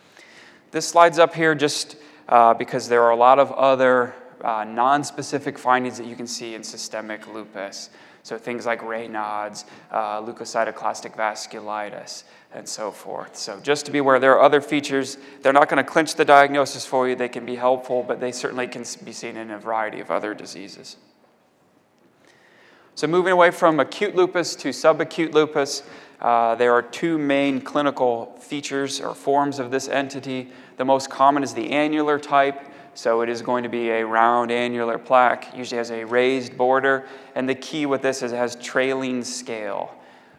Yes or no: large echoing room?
yes